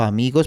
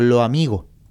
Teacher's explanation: Es muy conocida la aspiración o pérdida de la S al final de la sílaba. · Shown in: second take · Por ejemplo, los amigos puede ser como lo amigo o la amiga, ¿sí?